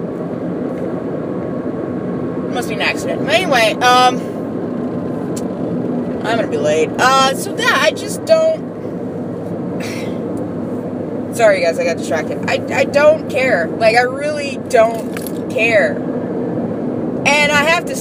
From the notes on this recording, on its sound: I saw the finale and the next morning on my work commute I ranted and recorded it.